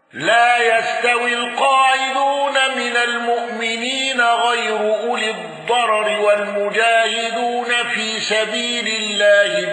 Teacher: أبو عمرو بسكون ميم الجمع واندرج معه عاصم